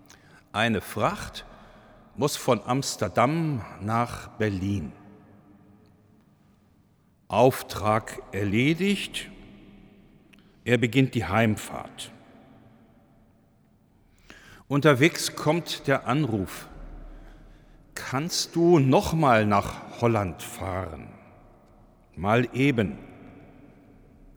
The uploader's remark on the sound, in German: In der Reihe der Fastenpredigten 2023 im Hildesheimer Dom